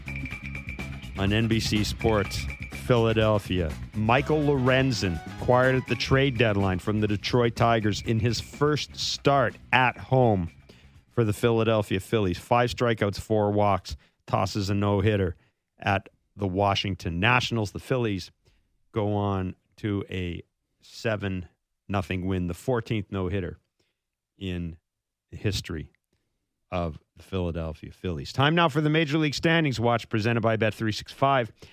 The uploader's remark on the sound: They take your calls